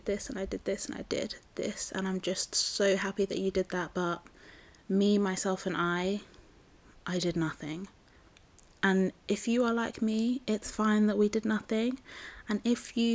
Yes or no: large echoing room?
no